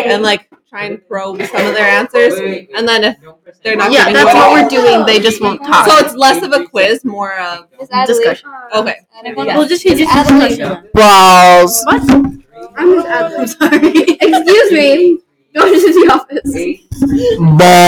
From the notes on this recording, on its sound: Just mostly messing around with the microphone. WARNING: Major volume spikes. Headphones users beware.